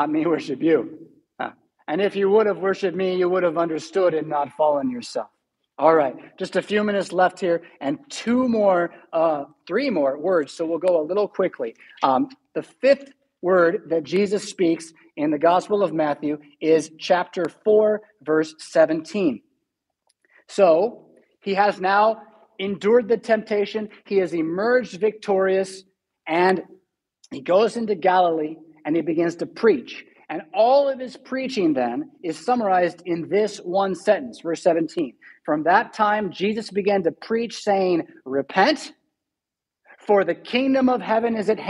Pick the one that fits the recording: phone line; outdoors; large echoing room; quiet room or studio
large echoing room